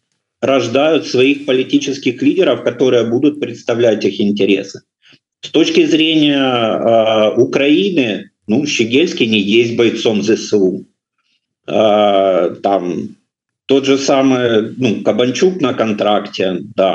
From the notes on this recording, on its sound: ZOOM. By Euroradio.